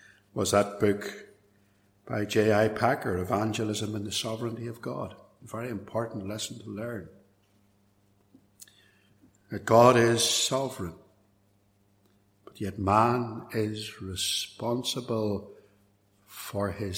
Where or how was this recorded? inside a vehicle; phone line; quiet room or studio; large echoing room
large echoing room